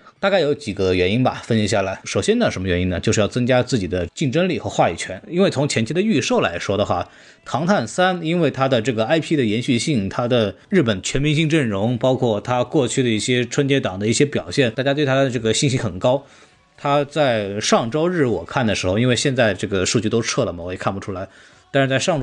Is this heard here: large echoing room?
no